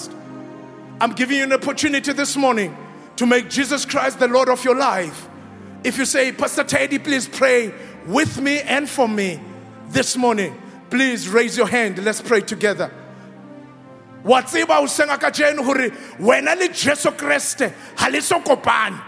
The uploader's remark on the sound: Preached at Grace Bible Church Pimville. At the 7am Service.